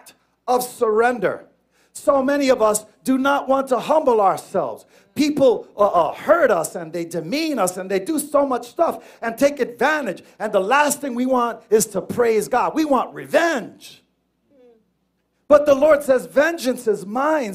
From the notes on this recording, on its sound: Here is our Final Message delivered at our church located at 11 Certified Dr., Middletown, NY 10940.